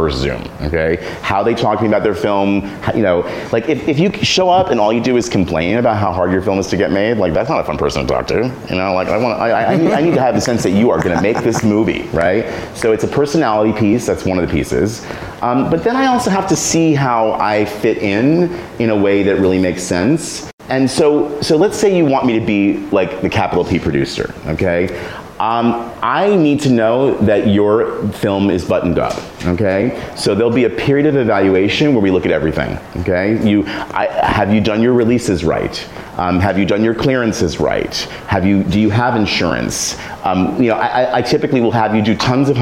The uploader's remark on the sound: A Live Show